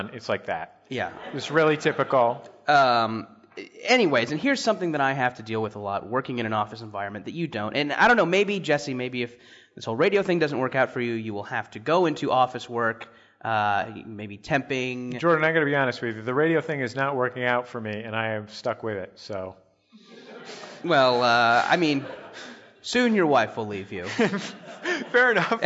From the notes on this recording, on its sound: live in Seattle with the Monsters of Podcasting